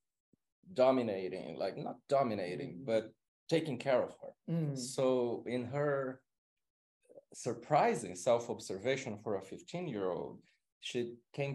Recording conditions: video call